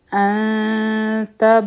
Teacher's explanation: دوه سیکنډه به د ان نه پس مونږ آواز چې دی نو دا هولډ کو او بیا به مونږه تا ادا کړو · Term: اخفا